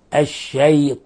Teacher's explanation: لاحظ كيف رققنا الياء وفخمنا الطاء